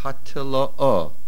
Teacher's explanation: This is Milera on the last syllable and a Dogesh in the Tuf.